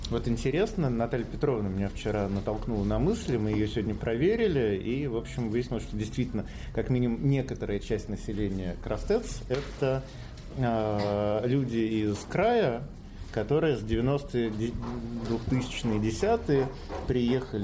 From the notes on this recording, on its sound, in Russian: Этот выпуск записан в нестандартной обстановке и в нем впервые участвуют гости! Подкаст записывался во время душевной встречи, приносим извинения за посторонние шумы!